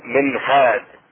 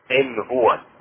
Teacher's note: النون الساكنة تظهر عند الهاء